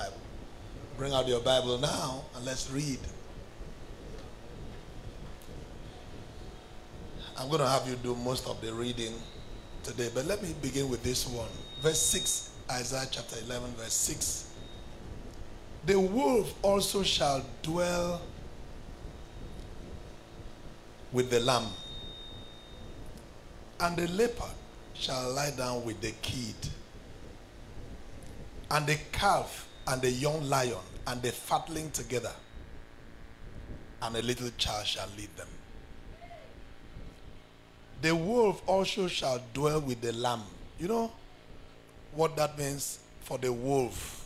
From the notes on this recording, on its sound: This sermon was preached during our Feast of Champions, Mid Week Service on Thursday, 22nd September 2022